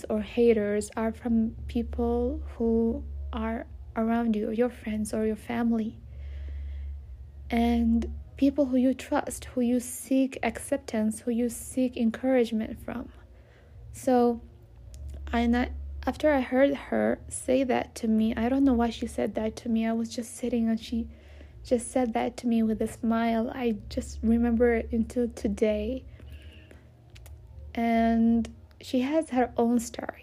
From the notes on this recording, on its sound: Please do understand this was not planned episode, so you might hear background noises and me stuttering or going back and forth with myself, or losing words.